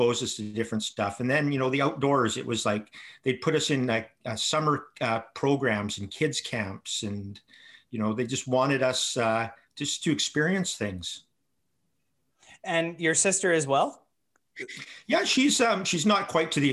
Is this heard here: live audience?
no